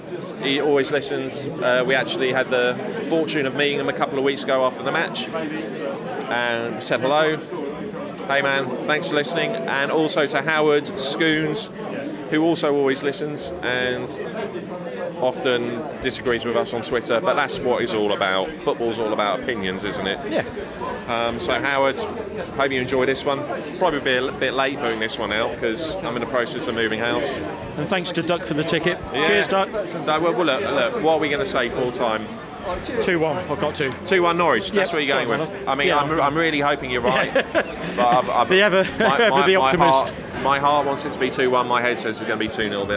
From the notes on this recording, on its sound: Live from the Villa game